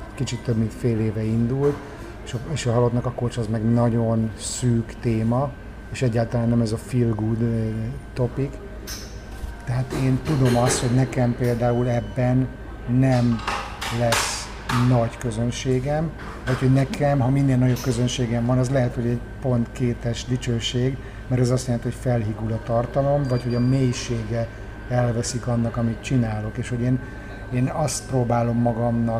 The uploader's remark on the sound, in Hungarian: kihasználtam a kávéházi találkozót és én is készítettem vele egy felvételt